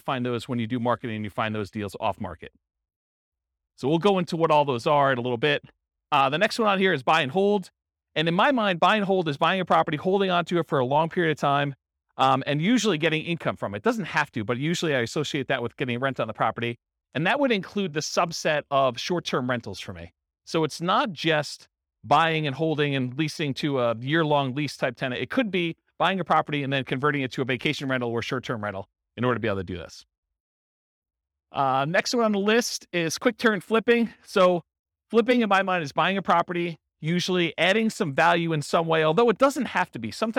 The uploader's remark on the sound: In Concord, California. This was a live class recorded. Live in-person version.